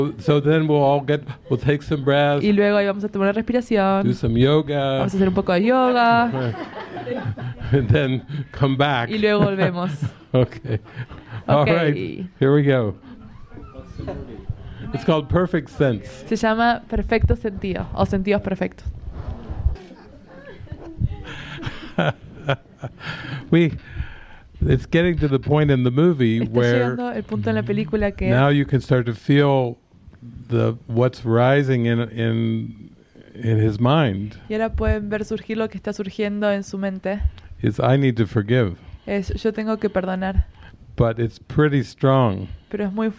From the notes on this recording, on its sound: This is a recording of the movie session from the Light in You retreat with Spanish translation. Recorded January 22, 2020, from the Living Miracles Mexico Center in Chapala, Mexico.